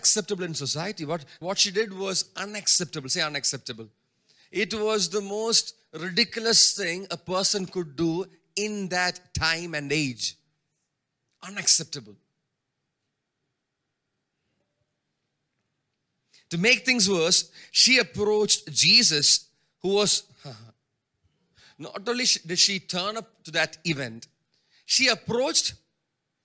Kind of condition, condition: setting, large echoing room